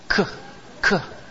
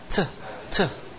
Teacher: la K es un sonido velar y la T es un sonido alveolar